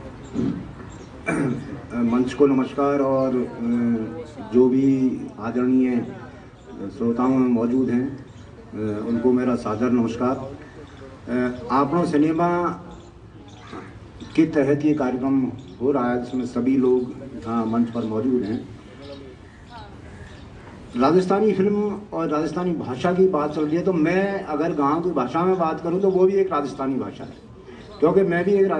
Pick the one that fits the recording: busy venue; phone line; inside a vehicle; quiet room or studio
busy venue